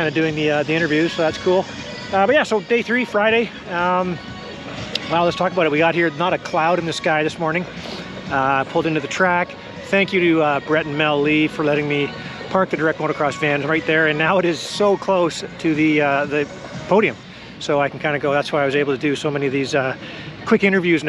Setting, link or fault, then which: setting, outdoors